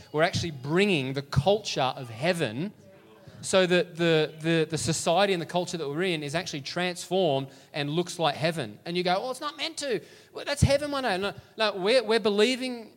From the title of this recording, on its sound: LIVE at Echo Church